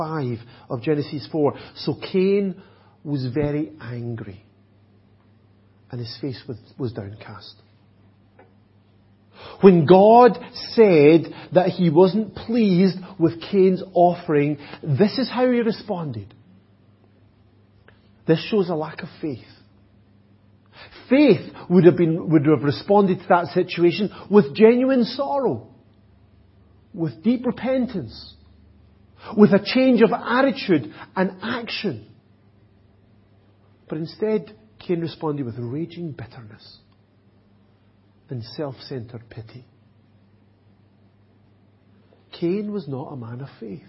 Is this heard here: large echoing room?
yes